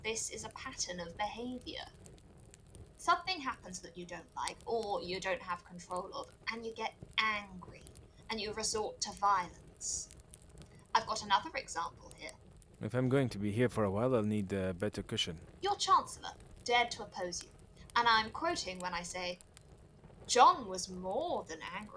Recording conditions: poor sound quality